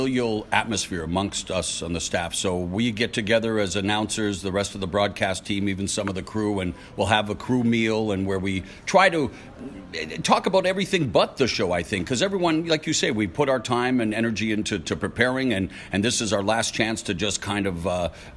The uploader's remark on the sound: Live from the Barclays Center. Before Danny Garcia-Shawn Porter.